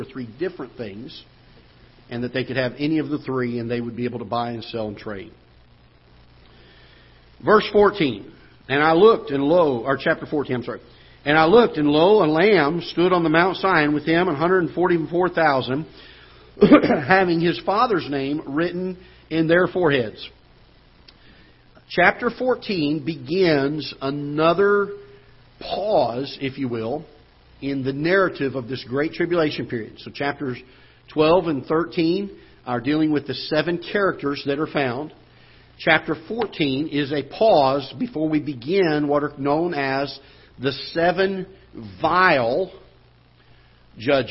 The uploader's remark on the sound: Ketha Heights Baptist Church ~ Live Broadcast